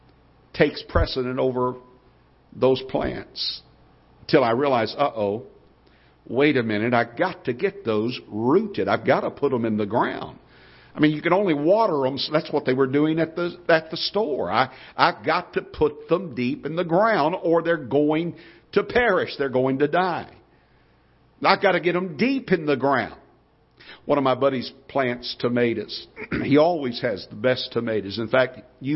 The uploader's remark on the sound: Ketha Heights Baptist Church ~ Live Broadcast